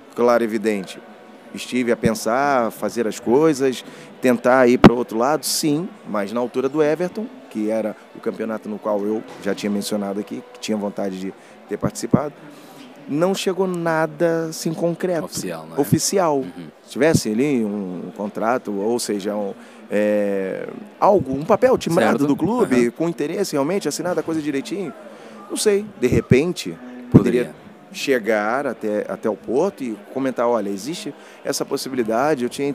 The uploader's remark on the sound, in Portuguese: Podcast gravado durante o Thinking Football Summit, evento máximo da Liga Portugal.